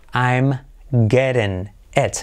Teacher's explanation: T como R suave, I como E